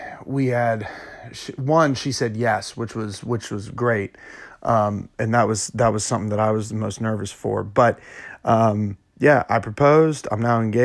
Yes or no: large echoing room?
no